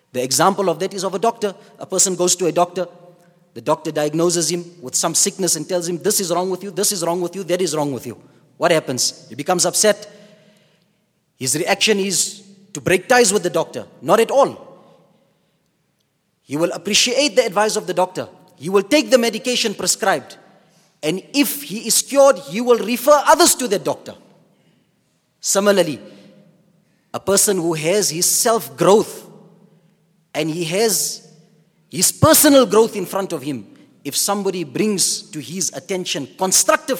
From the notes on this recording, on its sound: at the Houghton Masjid (West Street)